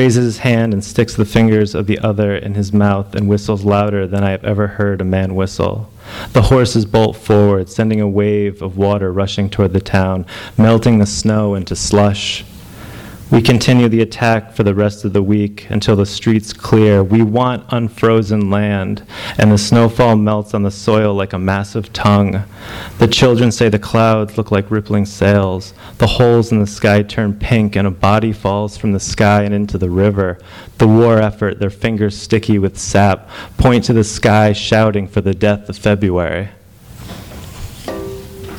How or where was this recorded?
live audience